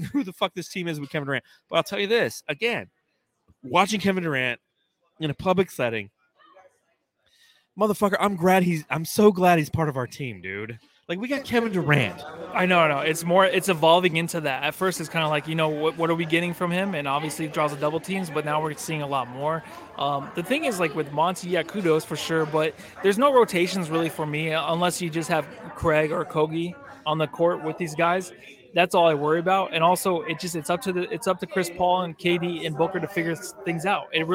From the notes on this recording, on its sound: coming to you live from Blue Agave Mexican Cantina after Game 4